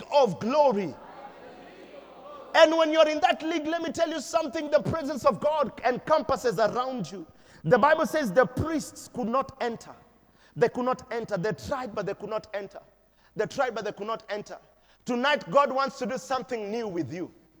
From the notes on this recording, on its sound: Preached at Deliverance church Eastleigh